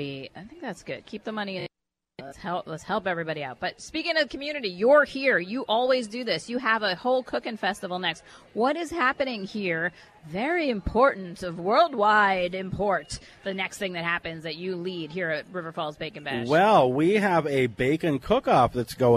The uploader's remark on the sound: broadcasts live from the annual Bacon Fest in River Falls